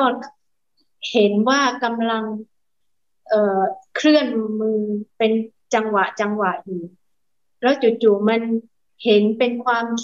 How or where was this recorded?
video call